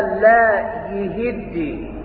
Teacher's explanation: شعبة عن عاصم قرأ بكسر الياء والهاء